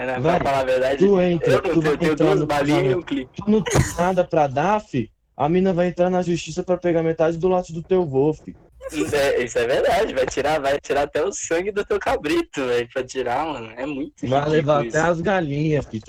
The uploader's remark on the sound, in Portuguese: muito audio estourado